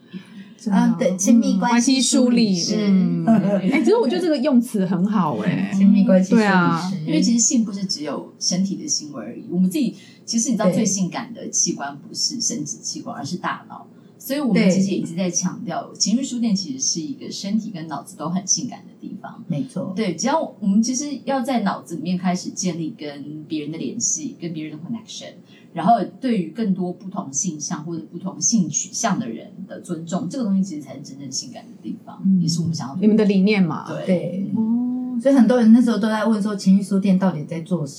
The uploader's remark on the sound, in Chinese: 本集聲音會有些雜音